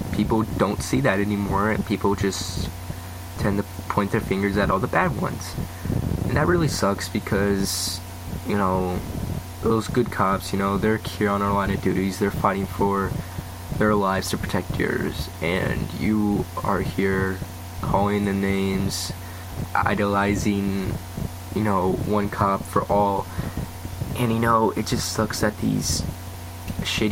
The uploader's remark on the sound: And I will fix the background noise by next episode.